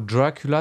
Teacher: Par exemple, le mot Dracula se prononce en accentuant dra. Si on inspecte chaque syllabe, cela fait une syllabe accentuée pour deux syllabes non accentuées.